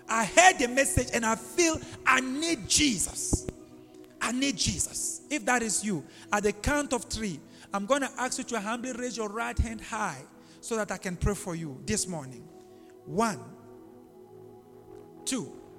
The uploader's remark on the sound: LIVE AT ABC ROBEGA